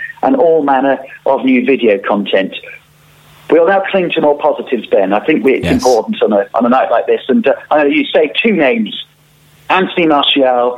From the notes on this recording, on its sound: telephone host